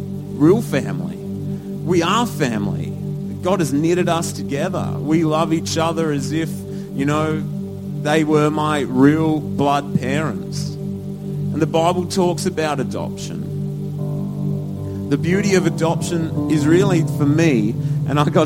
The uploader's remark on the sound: Recorded at Lifepoint Church, Adelaide, South Australia on Father's Day 2016.